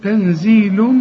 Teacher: النون اللي بعدها الزين، اخفي وغن